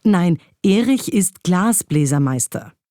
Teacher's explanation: dann hat Glas die Vollschwere, da ist die Vollbetonung drauf von diesen 3 Silben